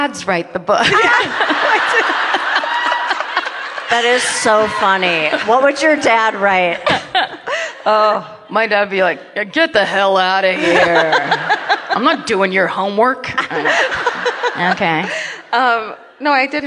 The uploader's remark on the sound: The LA Book Tour Event at the Wilshire Ebell Theatre